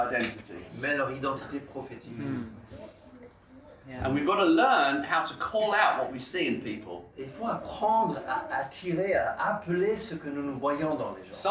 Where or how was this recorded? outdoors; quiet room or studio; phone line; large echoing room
large echoing room